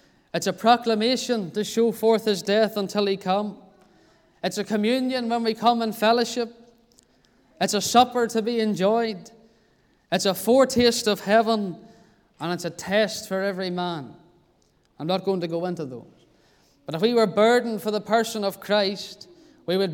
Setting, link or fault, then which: setting, large echoing room